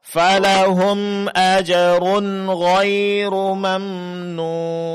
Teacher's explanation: di sini dijelaskan ya Pak ya, tidak didengungkan. Jadi jangan tahan suaranya. Tidak ditahan suaranya di sini.